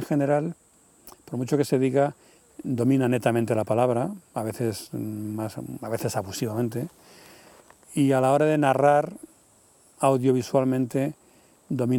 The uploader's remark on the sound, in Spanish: Lo grabamos en un bosque de la Sierra de Guadarrama una tarde de verano.